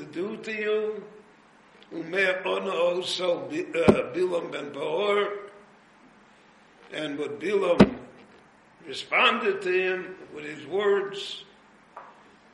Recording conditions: live audience